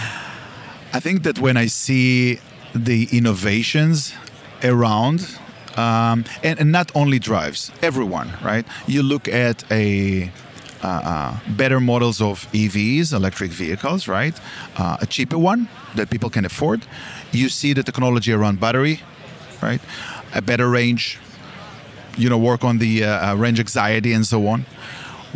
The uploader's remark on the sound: This episode was recorded on location at MOVE America 2023.